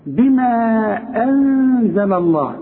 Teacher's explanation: نون سكنه برضو ما استعملش لساني، لكن بعدها الزين، والزين من حروف الاخفاء اخفي وغن